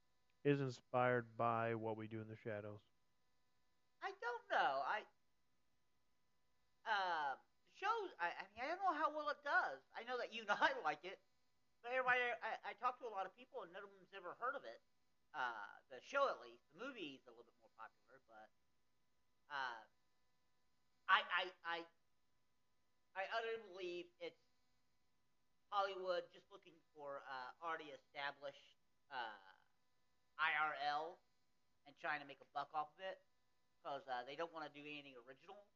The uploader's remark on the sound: To our dismay, this episode contains some audio issues that we were unaware of at the time of recording it. We have been changing and experimenting with our set up to capture the best audio for our listeners.